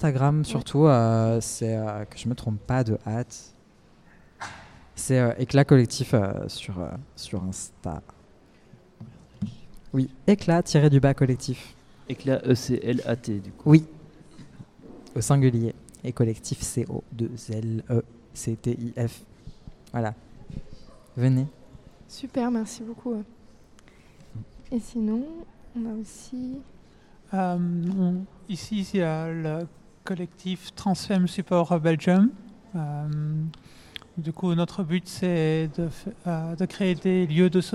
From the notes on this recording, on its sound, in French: Studio Volant enregistré au Recyclart le Vendredi 22 Septembre dans le cadre de la soirée de soutien pour le Fond de Solidarité Trans. Studio Volant enregistré au Recyclart le Vendredi 22 Septembre dans le cadre de la soirée de soutien pour le Fond de Solidarité Trans .